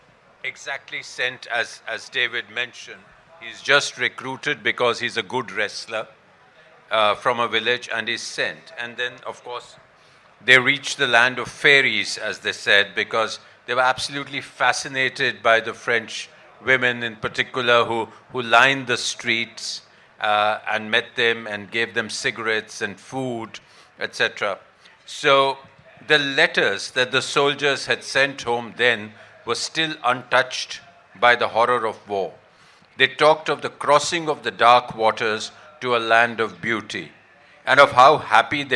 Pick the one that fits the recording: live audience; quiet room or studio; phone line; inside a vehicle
live audience